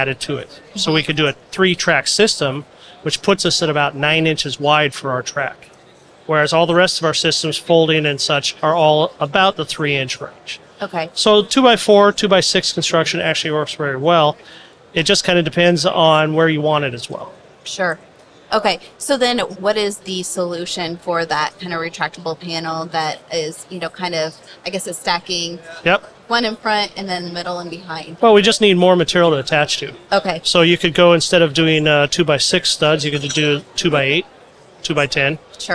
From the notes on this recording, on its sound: A23 Live. In this A’23 on location episode.